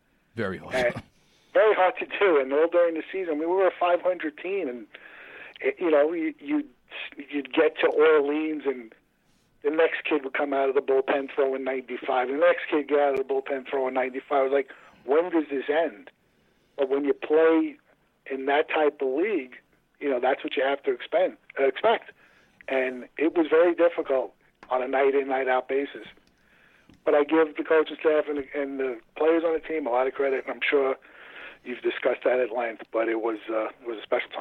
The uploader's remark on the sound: In studio. On the phone.